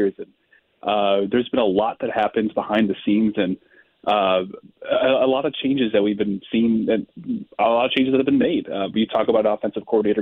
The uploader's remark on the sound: Opens up the phone lines to take your calls on the Cardinals.